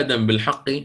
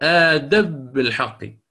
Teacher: قيل لأن الميم تصاحبها الغنة، ولو أدغمت لذهبت الغنة بالكلية · Shown in: first take · يعني مثلا آدم بالحق ستصبح آدب بالحق، فأنت لا يكفي يعني أنك ذهبت الميم بإدغامها كحرف، بل ذهبت أيضا بصفتها وهي الغنة.